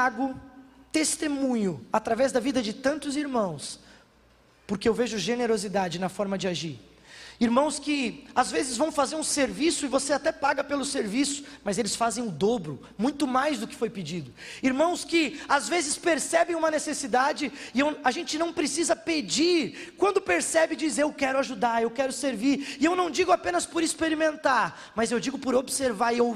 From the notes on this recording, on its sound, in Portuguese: na Igreja ABA Bumenau (Transmitido ao vivo)